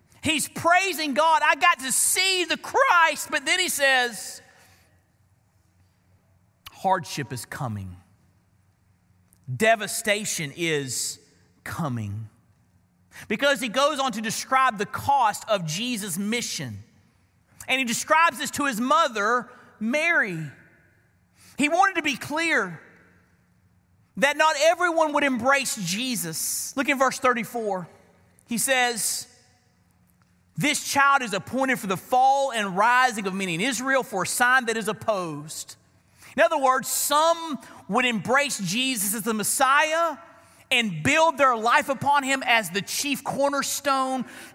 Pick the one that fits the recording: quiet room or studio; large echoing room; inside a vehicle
large echoing room